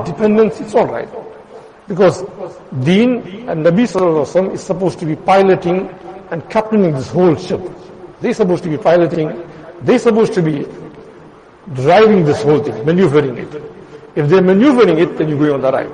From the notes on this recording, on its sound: Jumuah lecture at Madressah Taleemuddeen